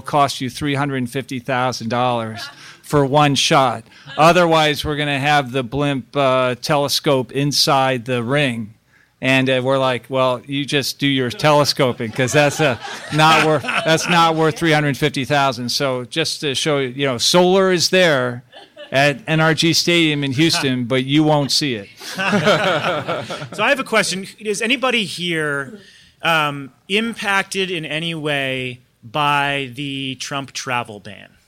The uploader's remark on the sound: we’re live from Columbia University’s Energy Symposium in New York City